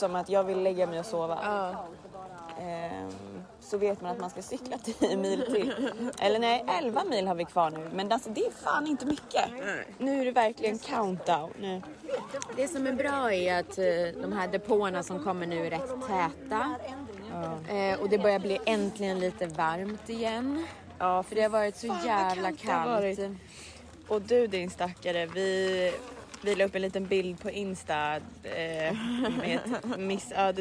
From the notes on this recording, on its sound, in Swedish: OBS ljudkvaliteten är lite sämre än vanligt på grund av bakgrundsljud, främst från bilen.